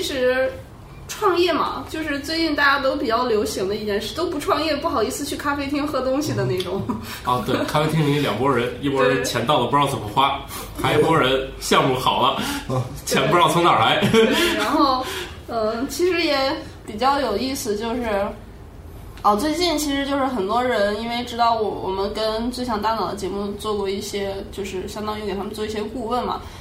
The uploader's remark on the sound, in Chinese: 本期节目为在张大妈办公区用录音笔录制，可能有街道上的杂音，请见谅。